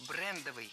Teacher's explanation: Брендовый – это неверно. В этом слове ставим ударение на первый слог